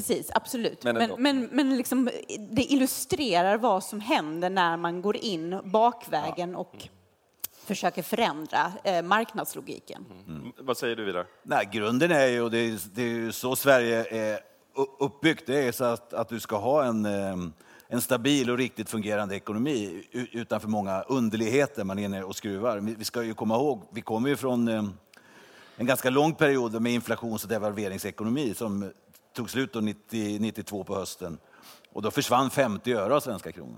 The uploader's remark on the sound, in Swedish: Livepodd från Almedalen. En specialpodd från Di:s ledarredaktion.